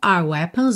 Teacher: a gente acaba enrolando um pouquinho o R, né? Are weapons, porque eu tô ligando as palavras